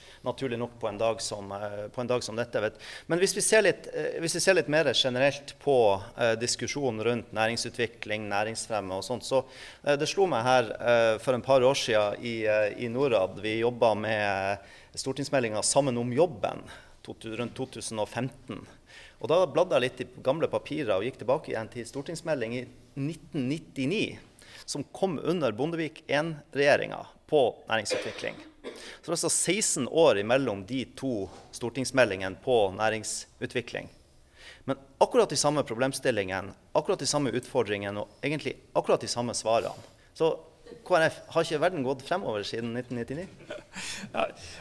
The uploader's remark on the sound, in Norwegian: Live fra Stortinget. Arrangerte SMB Norge et seminar på Stortinget. Dette er et live-opptak, med en politisk debatt.